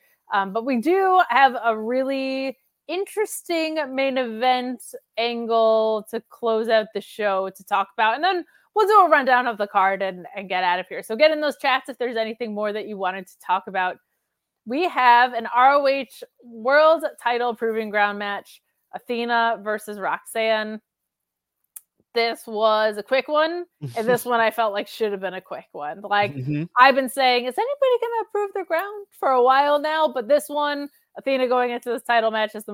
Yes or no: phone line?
no